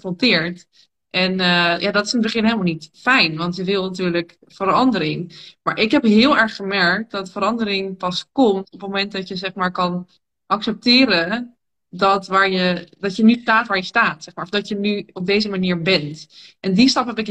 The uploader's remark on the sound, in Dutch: een gesprek dat ik live via Instagram had